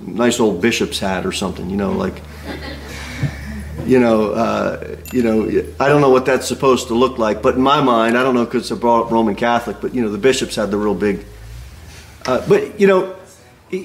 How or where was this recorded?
large echoing room